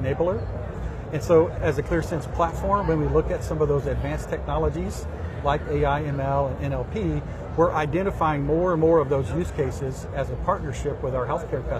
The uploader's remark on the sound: an Interview in Action live from ViVe 2023